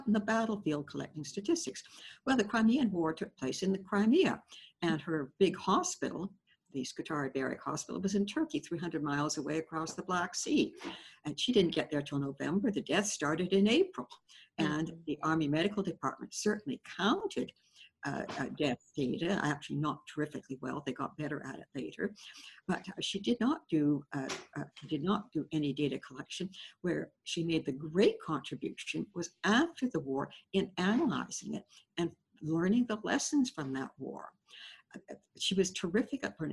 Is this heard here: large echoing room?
no